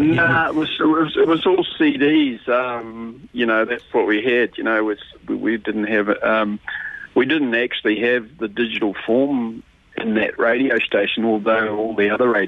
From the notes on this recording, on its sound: LIVE on the phone